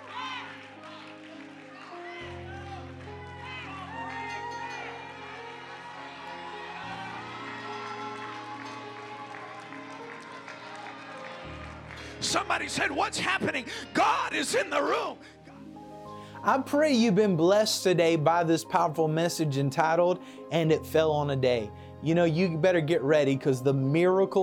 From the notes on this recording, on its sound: Preached at Cornerstone Church in Salisbury, NC!